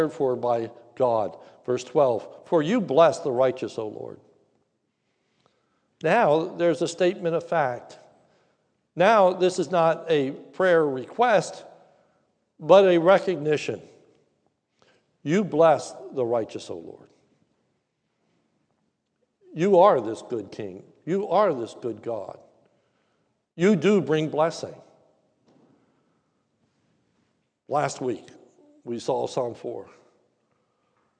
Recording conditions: large echoing room